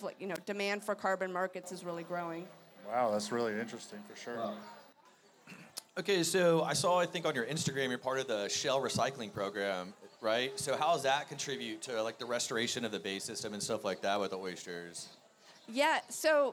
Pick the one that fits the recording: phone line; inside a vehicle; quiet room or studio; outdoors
outdoors